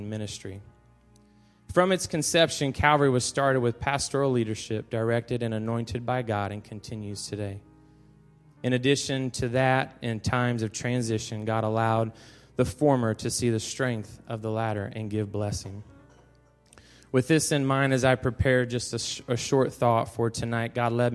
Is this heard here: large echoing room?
yes